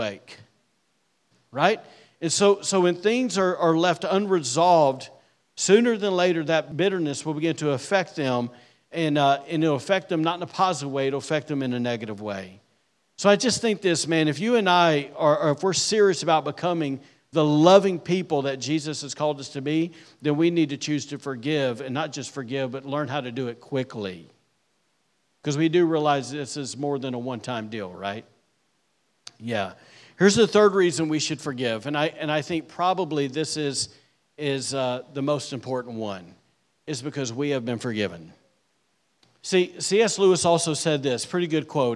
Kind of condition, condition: setting, large echoing room